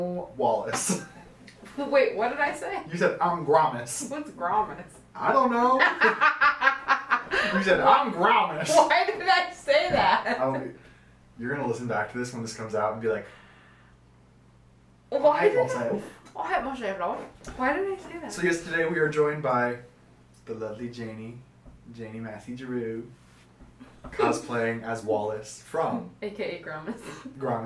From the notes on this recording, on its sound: I am once again am apologizing for the technical issues